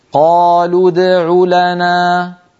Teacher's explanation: لو مضمومة نضم الشفتين، لود الدال ساكنة نعود بالشفتين إلى وضعهما الطبيعي، عولنا عو العين مضمومة نضم مرة ثانية